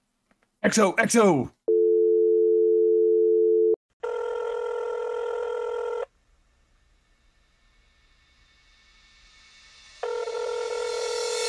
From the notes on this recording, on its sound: answers random calls from strangers